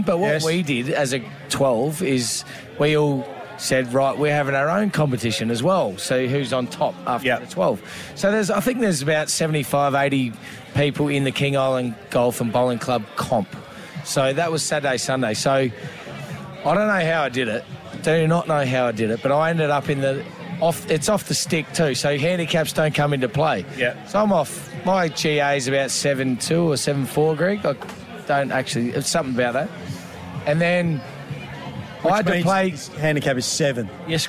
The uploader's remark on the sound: We're live from Morphettville for the Melbourne Cup!